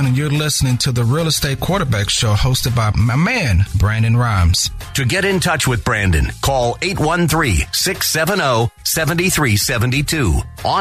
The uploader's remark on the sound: Is on the phone.